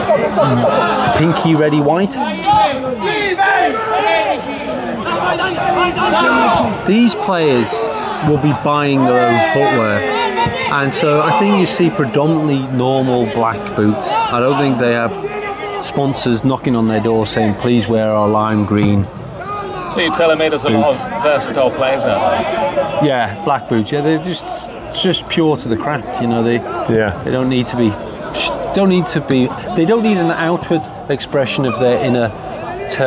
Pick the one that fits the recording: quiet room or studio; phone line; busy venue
busy venue